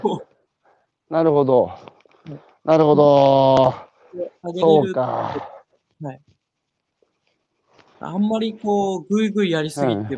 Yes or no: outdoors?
yes